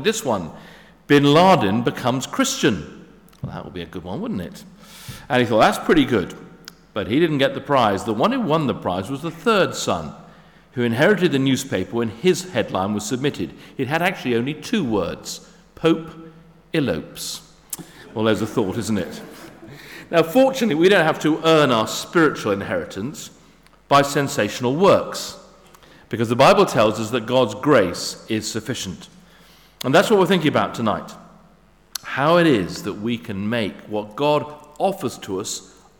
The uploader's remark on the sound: Sermon at St David's Moreton in Marsh